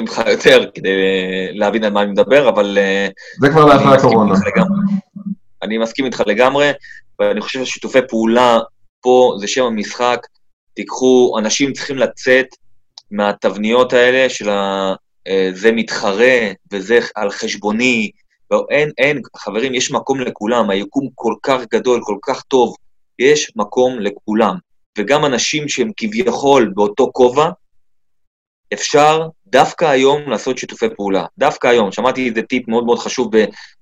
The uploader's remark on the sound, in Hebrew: אנחנו בתקופה קשה של מגפת הקורונה, כולנו בבית וגם תוכנית זו הוקלטה בזום בבית.